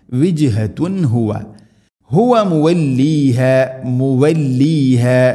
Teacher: തൻവീന് ശേഷം ഹുവ മുവല്ലിഹ, ഹ ഇദ്ഹാർ ചെയ്യണം. തൻവീന് ശേഷം ഹ വന്നാൽ തൻവീനിനെ വെളിവാക്കി ഉച്ചരിക്കണം